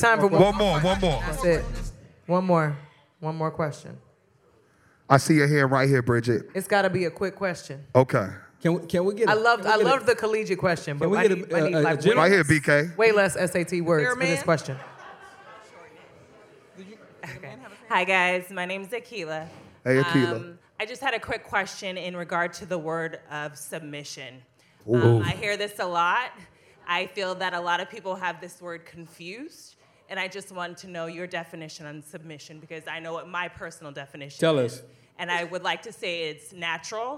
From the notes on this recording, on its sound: Welcome to the first ever live show of Nice & Neat the Podcast! We sold out and it was amazing! We wanted to make sure the crowd felt included in this magical experience, so we asked some of the audience members for questions. Make sure to check out this entire recording of our first live podcast!